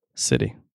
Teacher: Single bounce of the top front of the tongue against the roof of the mouth. · Term: flap T